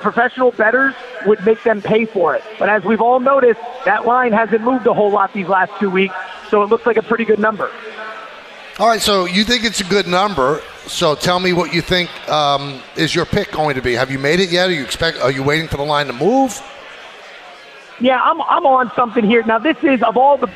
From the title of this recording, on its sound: LIVE from Plattduetsche Park